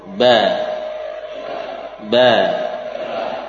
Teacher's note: Ini juga kita suarakan huruf ini dengan harokat fathah bermula dari syafatain. Ya, dari makhraj ba.